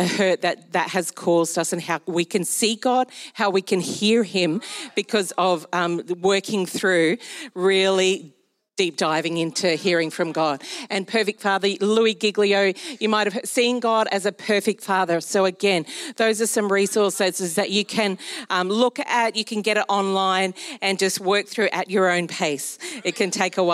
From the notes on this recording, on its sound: Recorded during our Melbourne East service.